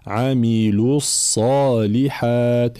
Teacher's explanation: كلمة عاملوا لابد من بيان، طبعا هي أصلها بالمد هنا عاملوا، ولكن جاء بعد همزة وصل فتسقط، يسقط المد هنا لالتقاء الساكنين، فنمر من اللام المضمومة من كلمة عاملوا إلى الصاد المشددة عاملوا الصالحات هكذا، ولابد من بيان ضم اللام وإتمام حركة الضم.